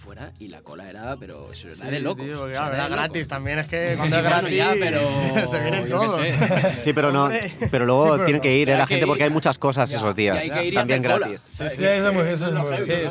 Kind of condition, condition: setting, busy venue